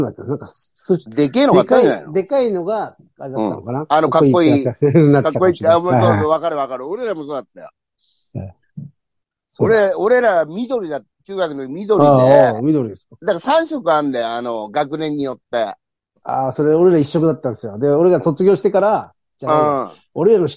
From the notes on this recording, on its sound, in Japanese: ZOOMで収録